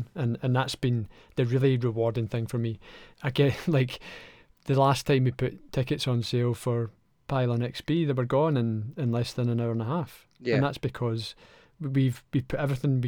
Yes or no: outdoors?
no